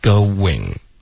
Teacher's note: out with her.这个 going out with her.对。是要大家下来要花功夫练的地方。嗯。它有些误区啊，比如说可能会读成 goingout。对，或者 going 变成一个 going。的这个发音，这个就不对了，这对方会听不懂，是 going, OK, 有一个 w 的音，把这两个音节分开